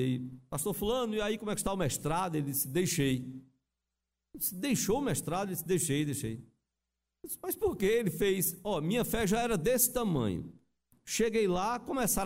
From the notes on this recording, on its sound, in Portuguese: Culto presencial e transmitido ao vivo no domingo (07/11/2021) à noite (18h), com público limitado a 80% conforme novo decreto do governo do estado de PE devido à Pandemia da COVID-19.